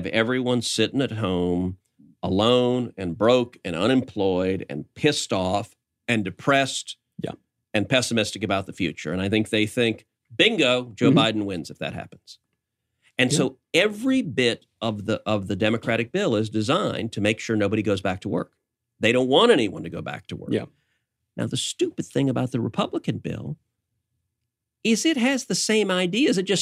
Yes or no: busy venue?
no